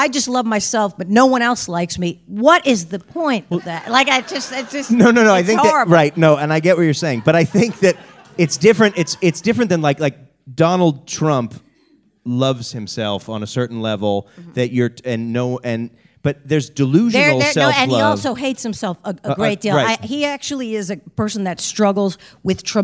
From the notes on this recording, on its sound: Live from Sketchfest! Special STEREO release! Onstage live from the Gateway Theatre in San Francisco!